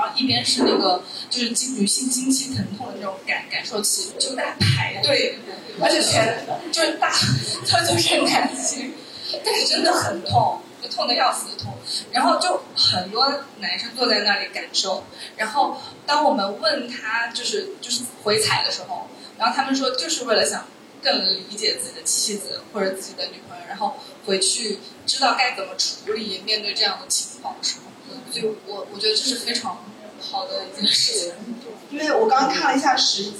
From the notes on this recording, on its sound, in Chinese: 现场观众写的纸条